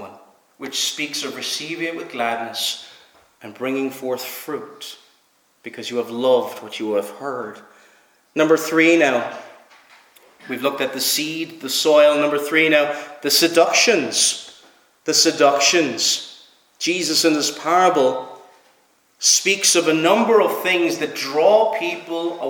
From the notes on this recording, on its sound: Preached at Knock - Point Free Church